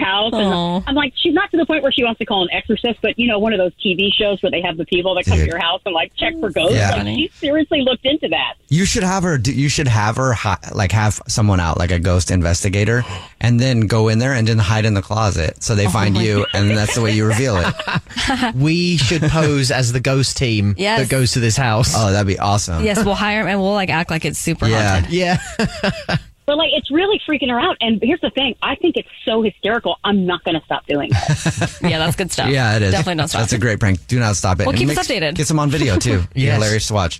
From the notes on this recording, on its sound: The woman on the phone.